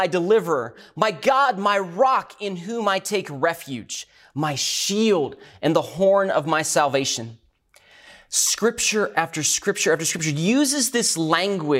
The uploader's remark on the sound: recorded at Northlands Church on May 17, 2020